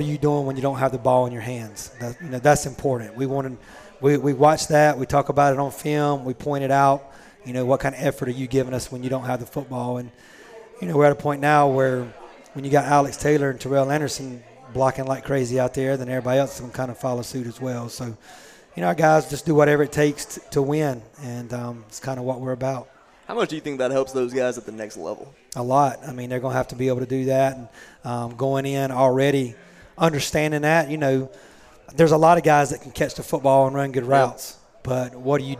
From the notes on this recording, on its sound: Live from Natty Greene's in Greensboro every Monday night 730pm in season.